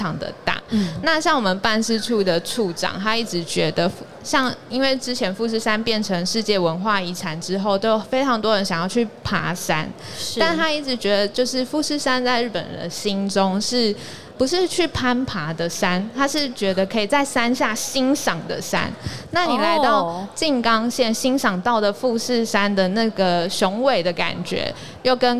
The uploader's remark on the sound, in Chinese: 2022 Taipei Cycle台北國際自行車展-Live Podcast